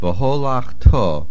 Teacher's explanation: Vaholach to, the main accent at the end.